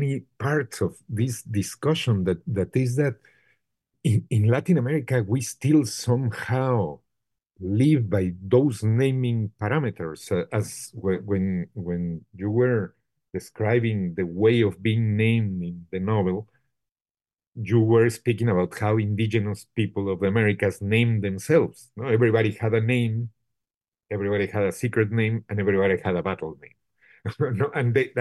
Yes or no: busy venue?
no